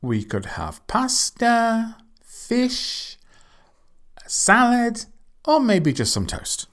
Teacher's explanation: It's when you're offering something, the intonation goes up.